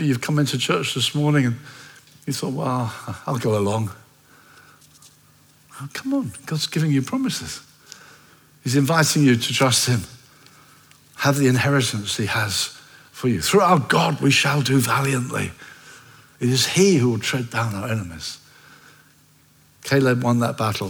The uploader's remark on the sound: at Common Ground Church Rondebosch on the 25th of February 2024